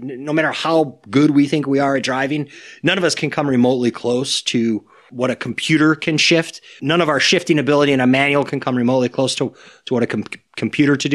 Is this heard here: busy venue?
no